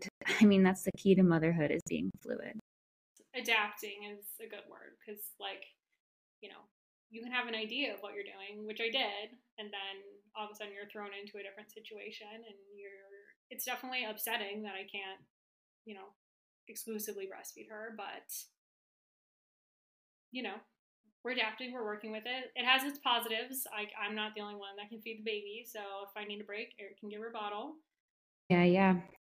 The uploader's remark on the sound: Apologies for audio issues, I am a one woman production and sometimes things go awry! Did my best to fix it up for you all.